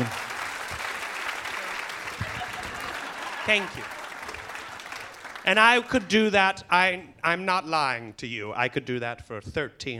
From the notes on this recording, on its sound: Recorded Live at The Bumbershoot Festival in Seattle, WA.